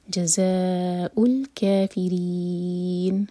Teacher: ری باریک اور نون کو ہم ساکن کر کے رکیں گے تو ری چار حرکہ لمبا، مد عار السکون ہے.